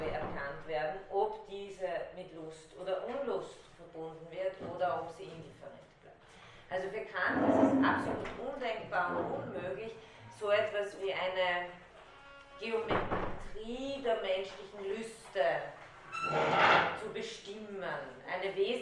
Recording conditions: large echoing room